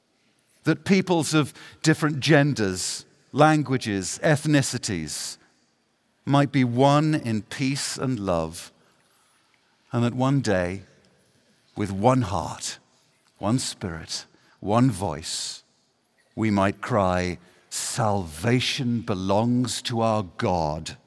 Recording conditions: large echoing room